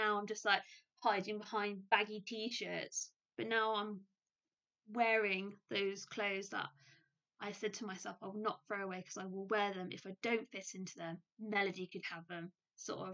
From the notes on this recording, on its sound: Apologies in the sound, there was a little spider on my mic and I wasn't going to touch that dude during a converstation.